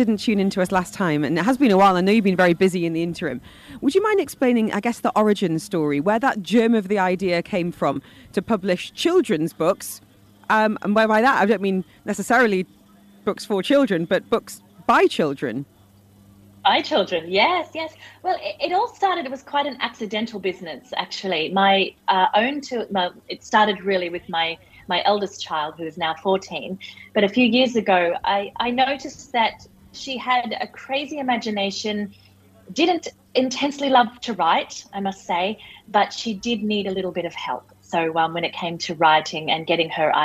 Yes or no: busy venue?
yes